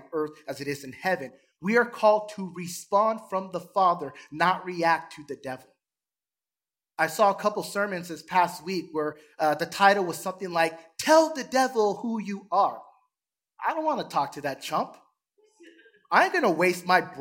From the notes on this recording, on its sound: Recorded from South Gate Fellowship in Duncanville, TX on Sunday, April 24, 2022.